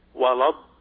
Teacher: إذن الضاد من الحافتين والمد لا تطوله زيادة عن حده